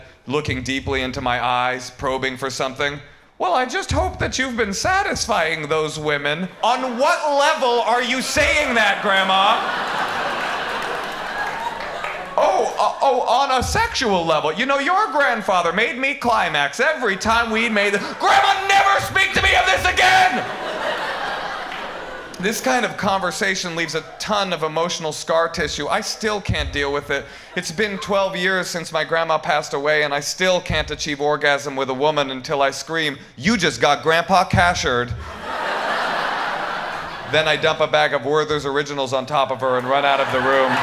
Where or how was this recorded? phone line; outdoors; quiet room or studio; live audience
live audience